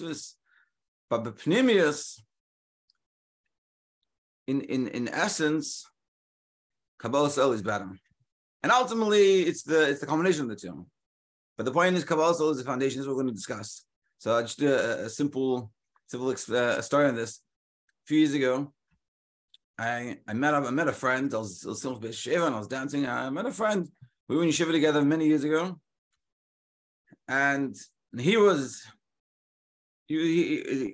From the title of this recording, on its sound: Daily Zoom Shiur